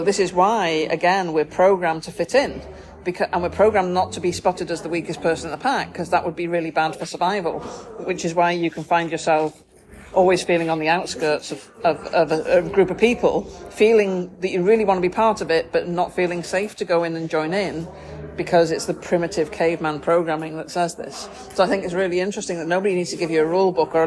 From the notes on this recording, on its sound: This is recorded on a snazzy new microphone in Tim Hortons.